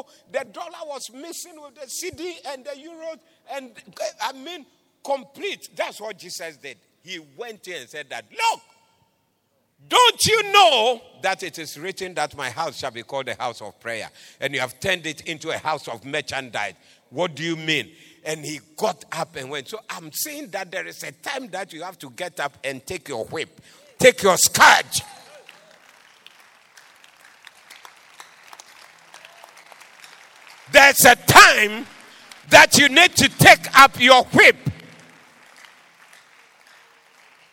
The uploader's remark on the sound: Preached at the Doxa Service 09072023